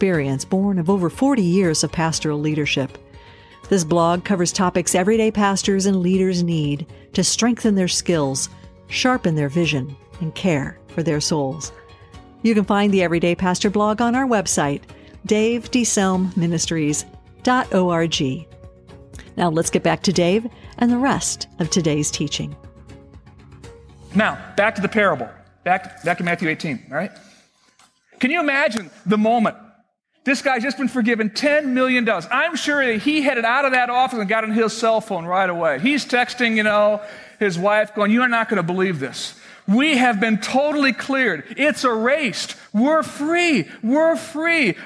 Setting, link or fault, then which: setting, large echoing room